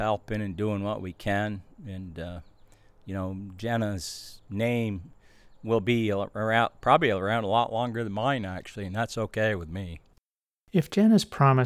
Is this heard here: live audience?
no